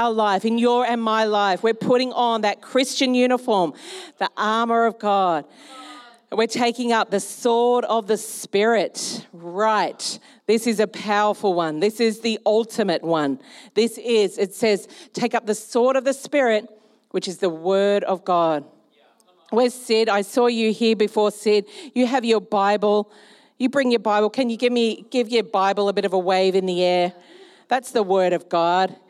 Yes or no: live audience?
yes